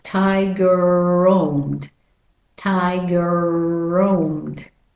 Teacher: So the word tiger with an American accent ends in a r, and the next word begins with an r. So you drop one of the r's. · Term: elision